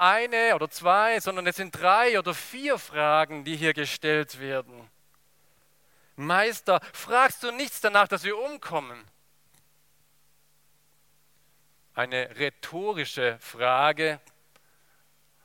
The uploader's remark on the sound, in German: aus dem Gottesdienst der Liebenzeller Mission